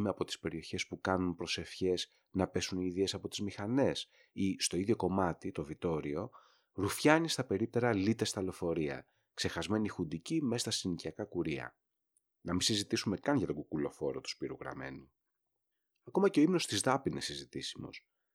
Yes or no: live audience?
no